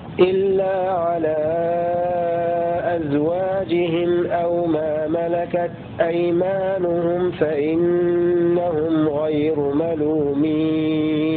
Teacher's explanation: آتي بتوسط منفصل مع سكون الميم لقالون